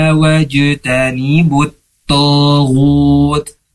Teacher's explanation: jim juga termasuk huruf qalqalah, harus dipantulkan cara bacaan